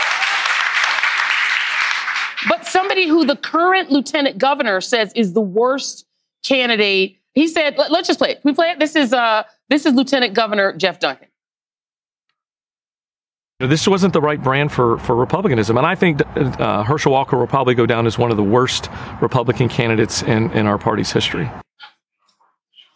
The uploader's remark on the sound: live and in person from the legendary Manuel’s Tavern in Atlanta